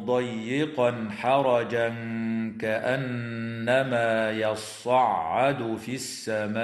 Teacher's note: ويخفى عند الكاف مع الغنة مرققة في قوله تعالى حرجا كأنما، وتغن النون المشددة في كلمة كأنما